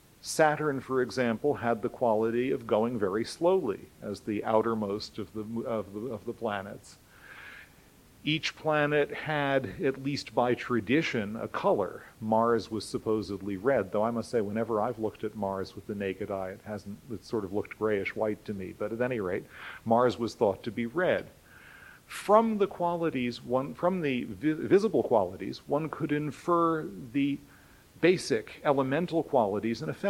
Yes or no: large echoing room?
yes